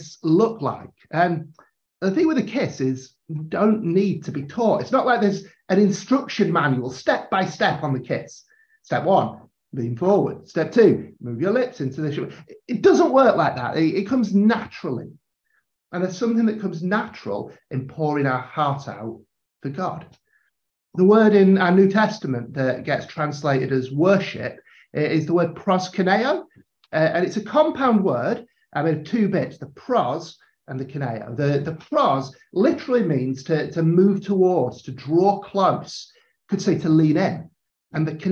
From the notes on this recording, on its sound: a live episode from a recent online training session